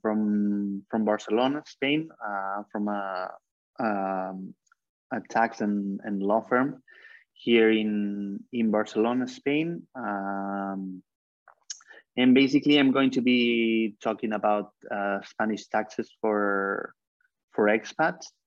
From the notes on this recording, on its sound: For those joining us on Zoom